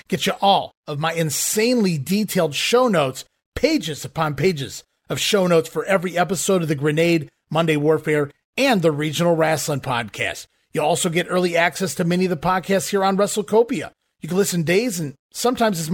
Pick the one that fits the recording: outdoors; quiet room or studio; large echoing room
quiet room or studio